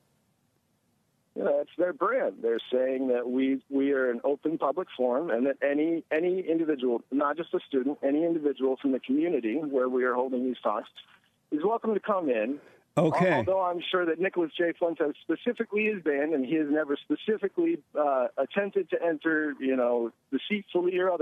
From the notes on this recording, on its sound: Someone called